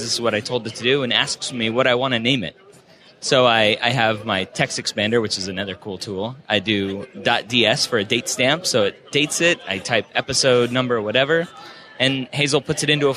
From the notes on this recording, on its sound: Recorded from New Media Expo 2015